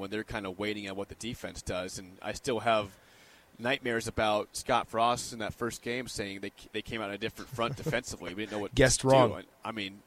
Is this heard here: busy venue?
yes